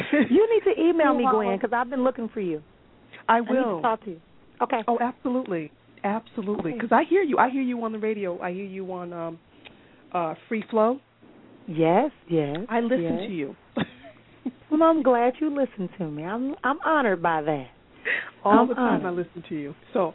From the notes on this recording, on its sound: Via phone and Skype.